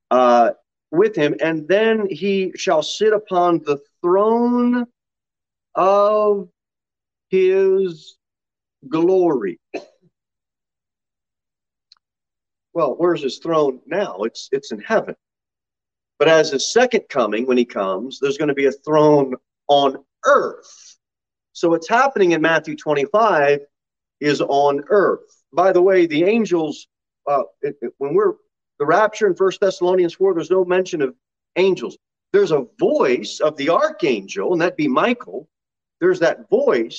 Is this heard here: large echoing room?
yes